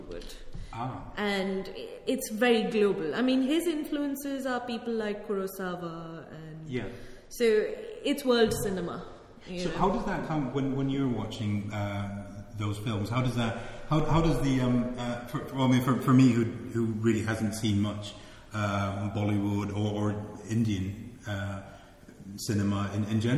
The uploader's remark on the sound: KiSSiT (Kingston Shakespeare Seminar in Theory) Work-in-Progress session. Held on the 14th of April at the Rose Theatre Kingston.